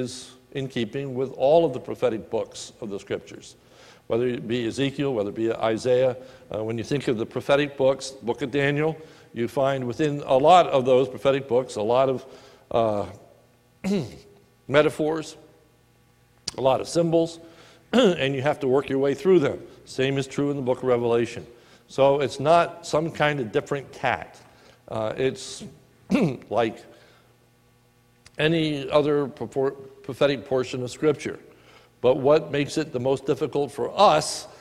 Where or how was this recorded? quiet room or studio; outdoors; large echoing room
large echoing room